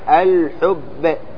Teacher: المقصود هو إخراج الباء الشديدة مجهورة